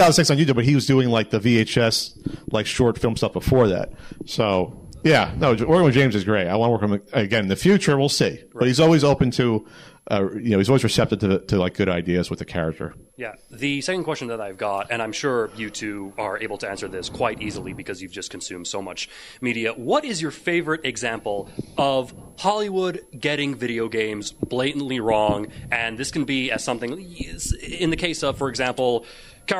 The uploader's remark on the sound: An audience Q&A - recorded LIVE at Long Island Retro Gaming Expo!